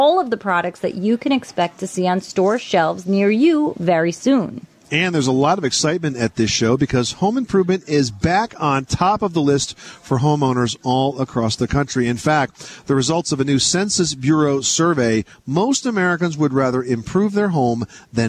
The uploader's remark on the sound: We are coming to you today from the 2013 National Hardware Show in Las Vegas